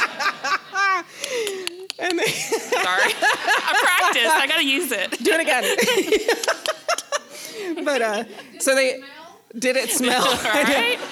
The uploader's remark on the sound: Our LIVE show from Wetumpka Depot Theater!